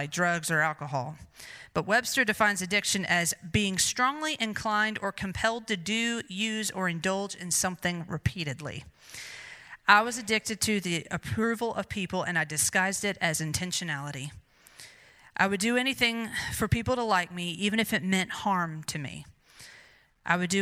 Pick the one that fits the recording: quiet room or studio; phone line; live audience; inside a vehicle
live audience